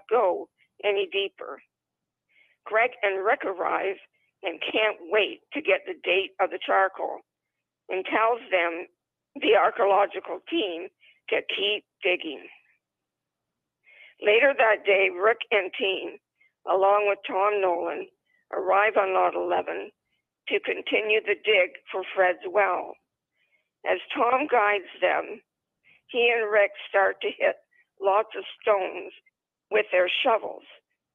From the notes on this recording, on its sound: ON THE PHONE